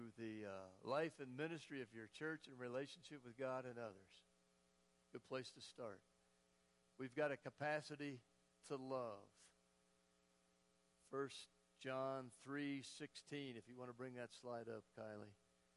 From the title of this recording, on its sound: Woodland Life Church Live